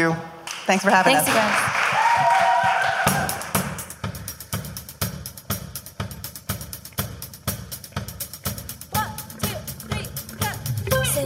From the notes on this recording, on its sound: We've got a live episode of the show taped at Los Angeles' fourth annual EastSide Food Festival